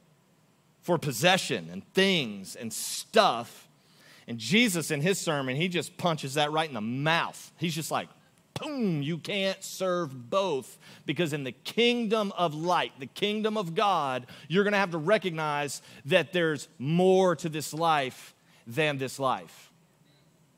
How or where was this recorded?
large echoing room